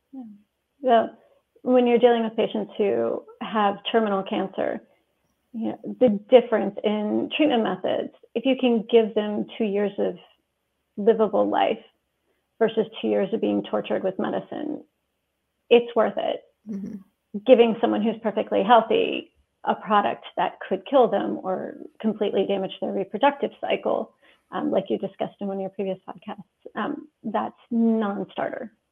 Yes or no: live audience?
no